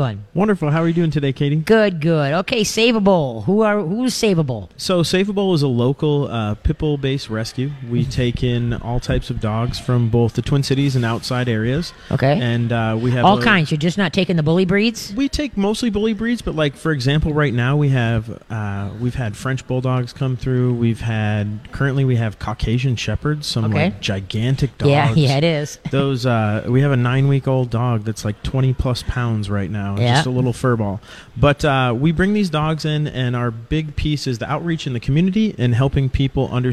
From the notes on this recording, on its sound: LIVE from Urban Tails for Pinky Swear!